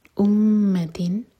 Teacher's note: امتن، میم پر شدہ ہے تو میم پر غنہ کریں گے، یعنی کہ ہولڈ کریں گے میم کو 2 سیکنڈس. امتن، تن پر اظہار، تن میں جو نون کا ساؤنڈ ہے اس کو کلیئر پڑھا جائے گا